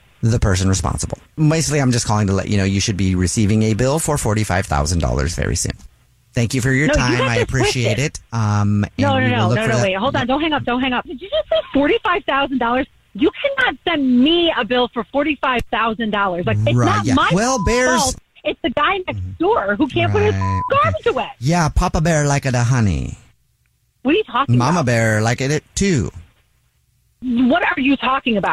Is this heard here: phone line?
yes